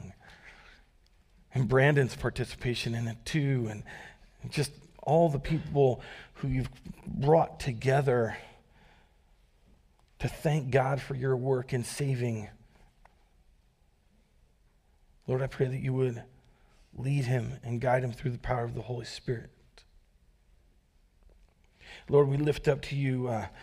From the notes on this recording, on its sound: Recorded live at Word of Life Church in Le Sueur, Minnesota, on January 28, 2024